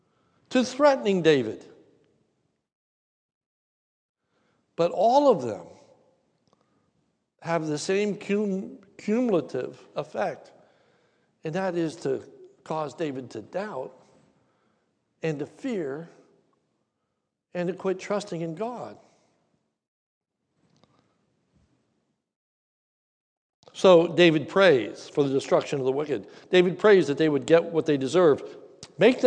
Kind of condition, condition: setting, large echoing room